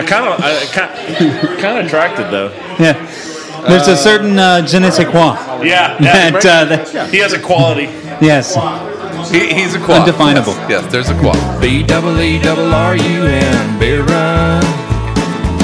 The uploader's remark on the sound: Things get more and more hectic as the show moves along and the crowd grows for this evening of comics, art and plenty of beer.